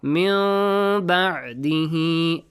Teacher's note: Nun sound is hidden, but that it's produced with a nasal sound.